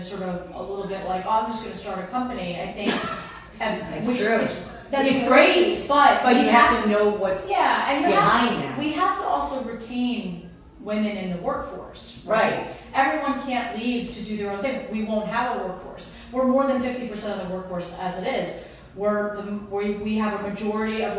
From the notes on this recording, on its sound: This was filmed LIVE at Luminary NYC.